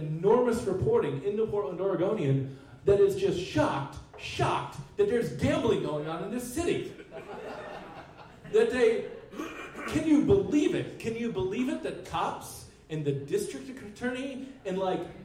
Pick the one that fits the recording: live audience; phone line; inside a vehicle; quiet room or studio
live audience